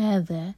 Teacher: make sure کہ ذال کا ساؤنڈ آئے ز کا نہیں